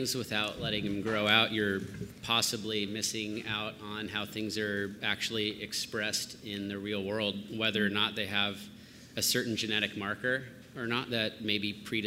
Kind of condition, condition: setting, busy venue